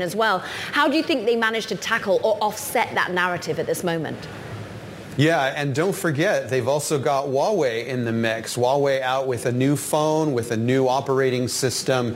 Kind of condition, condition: setting, busy venue